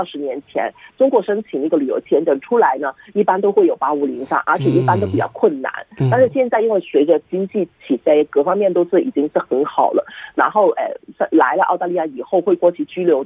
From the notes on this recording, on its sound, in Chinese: 回放热线录音